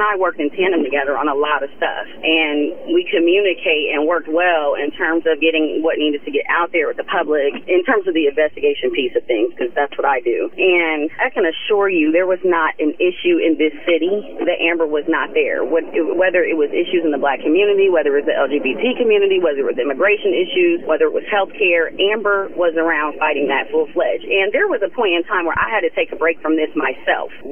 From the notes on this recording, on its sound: Joins the conversation via phone while on live surveillance. Visits the studio.